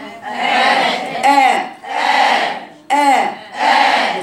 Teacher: هجيب مخرج الهمزة أقصى الحلق، يبقى أقولها آ آ آ، فوق كده.